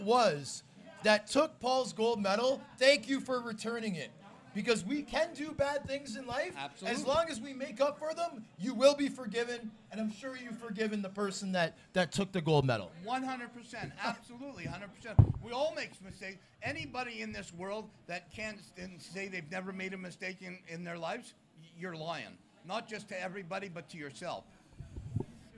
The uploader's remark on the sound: Live taping at Bottomline Sports Bar